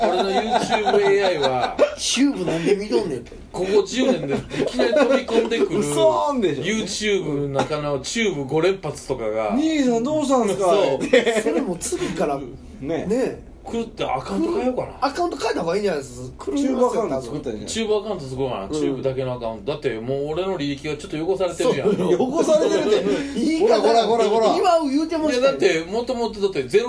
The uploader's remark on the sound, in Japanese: 神戸、SPACE DOG!RECORD(お店)より。